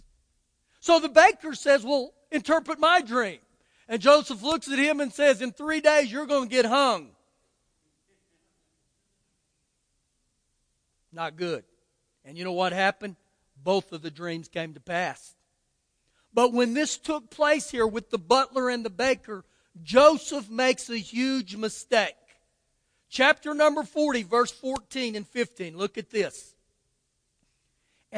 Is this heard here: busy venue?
no